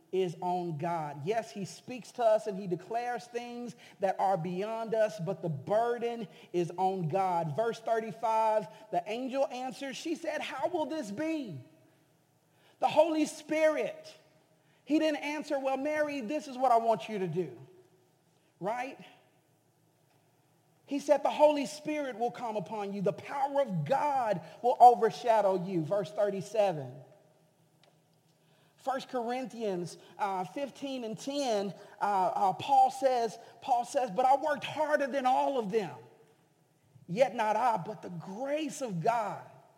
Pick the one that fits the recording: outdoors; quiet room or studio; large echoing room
large echoing room